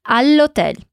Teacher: a gente emenda o som do L de al no som de O de hotel. Então, a gente fala como se fosse uma palavra só.